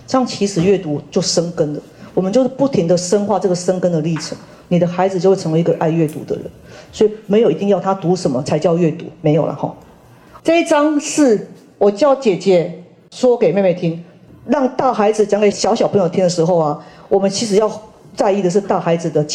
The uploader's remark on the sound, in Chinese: 人文讀書會現場錄音